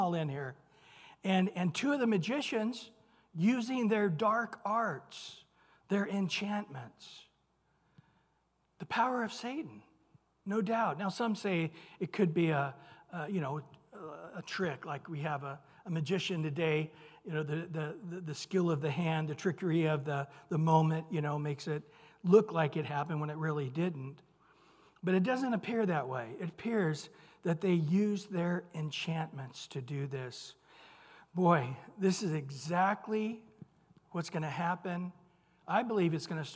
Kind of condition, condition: setting, large echoing room